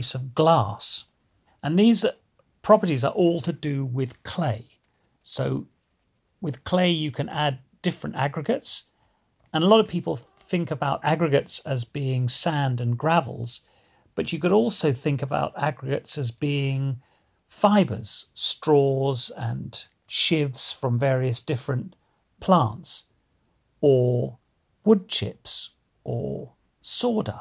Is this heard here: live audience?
no